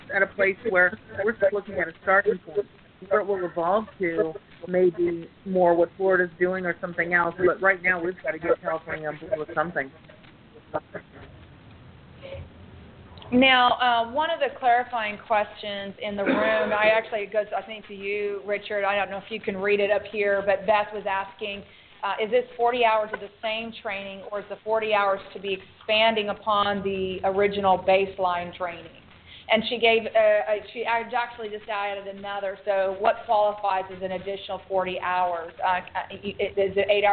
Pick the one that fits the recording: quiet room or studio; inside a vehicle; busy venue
busy venue